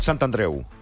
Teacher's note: La T s'ha de pronunciar perquè, en aquest cas, és com una paraula com santoral